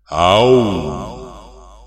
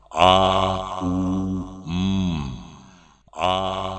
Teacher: Сначала возникает гортанное «а-а-а», затем рот заполняет звук «у-у-у», а на звуке «м-м» рот закрывается.